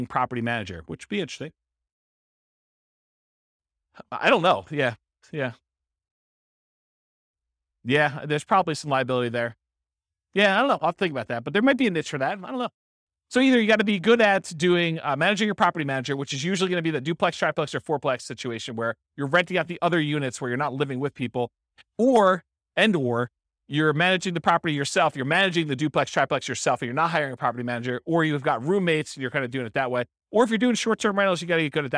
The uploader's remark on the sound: This was a live class recorded